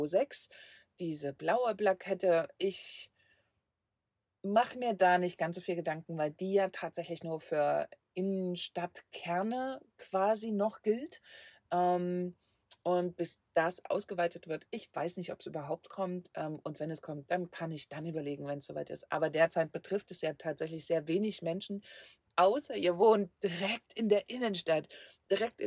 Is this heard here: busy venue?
no